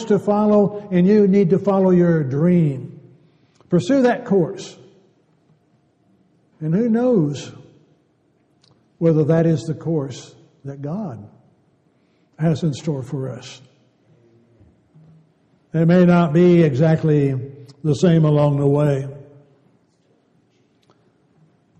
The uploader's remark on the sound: Downtown Church Of Christ Audio Sermon